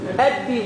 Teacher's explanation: باء مشددة بالكسر مع مد بالياء